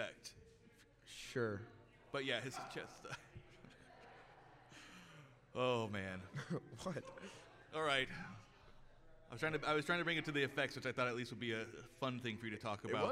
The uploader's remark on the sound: LIVE from RogueCon'23